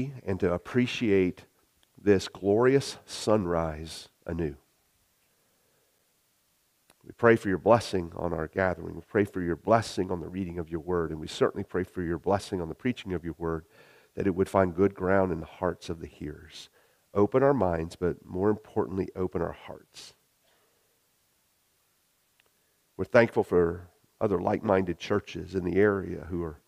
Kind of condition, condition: setting, large echoing room